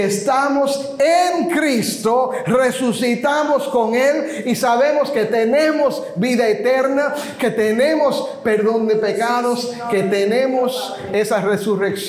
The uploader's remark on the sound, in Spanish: la segunda parte del audio de una reciente conferencia de pastores